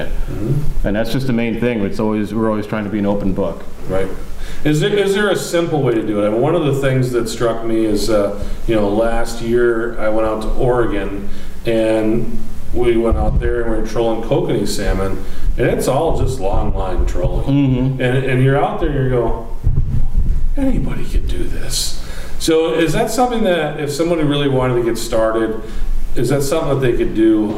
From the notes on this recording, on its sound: This is an excerpt from our roadshow we recorded in June.